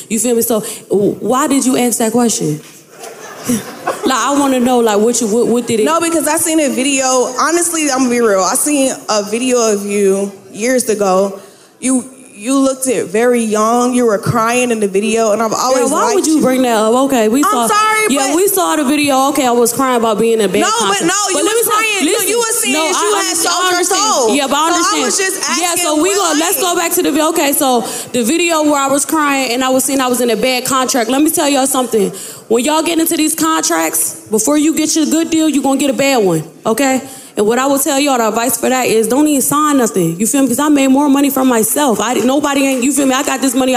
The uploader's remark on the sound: Live from the Buckhead Theatre in Atlanta, GA